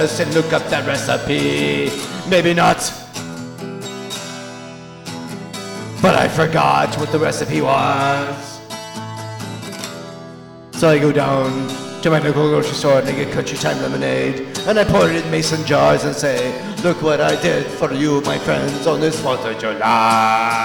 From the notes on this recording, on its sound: report in live from the World Cup